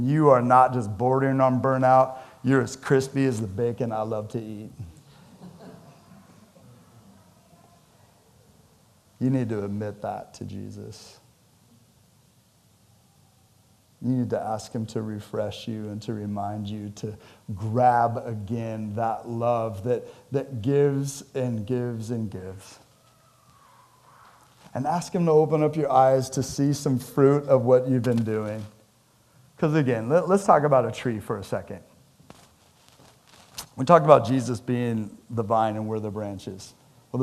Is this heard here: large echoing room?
yes